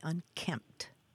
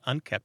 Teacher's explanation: that consonant cluster in the middle, that MPT, sometimes makes unkempt sound like unkept · Shown in: first take